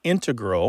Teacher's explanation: These days, you mainly hear integral, with the stress on the first syllable, among mathematicians and specialists in scientific fields that use a lot of math.